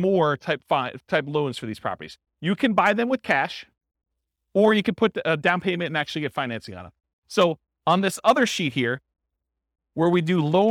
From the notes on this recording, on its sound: This was a live class recorded